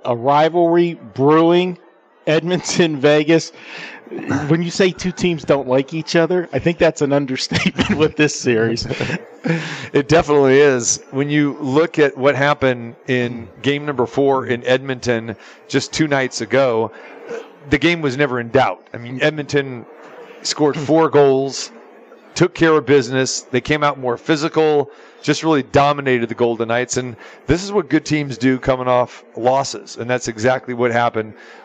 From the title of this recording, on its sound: Live From The Super Book at the Westgate Las Vegas